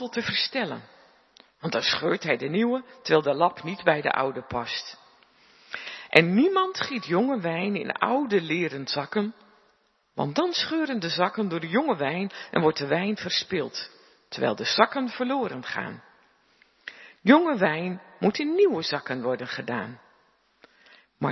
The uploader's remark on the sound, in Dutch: De preek is op 29 januari 2023 opgenomen in De Hoeksteen te Haren